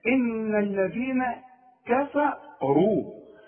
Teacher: الراء هي اللي عندي المفخمة فقط لانها مضمومة، فانت ادي كل حرف حقه.